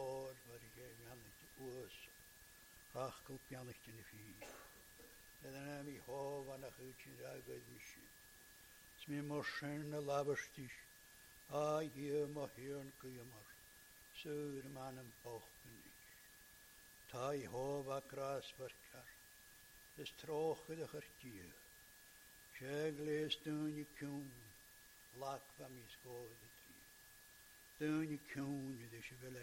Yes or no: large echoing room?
yes